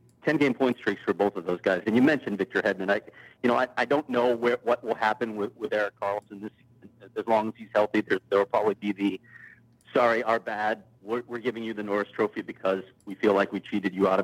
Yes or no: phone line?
yes